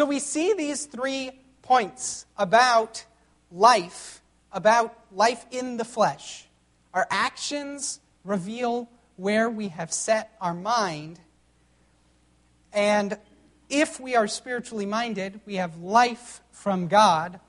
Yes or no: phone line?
no